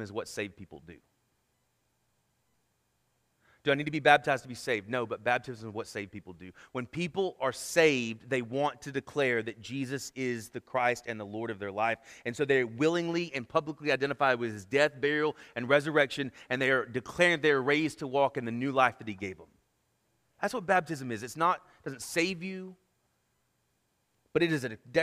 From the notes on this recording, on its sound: Sermon Audio from our Worship service